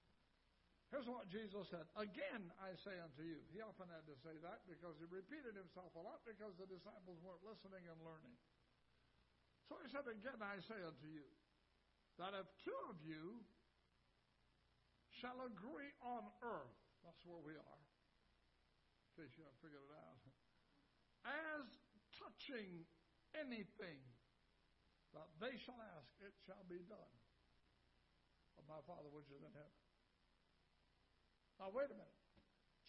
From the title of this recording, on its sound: Ketha Heights Baptist Church ~ Live Broadcast